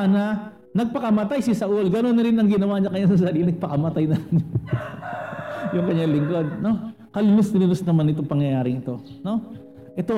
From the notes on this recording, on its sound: Recorded at CJCRSG San Pablo on March 21, 2021.